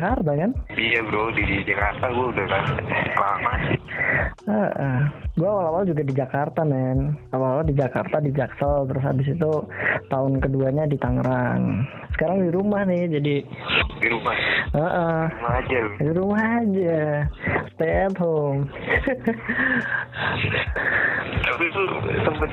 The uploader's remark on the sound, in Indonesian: Podcast ini murni direkam natural langsung melalui telepon.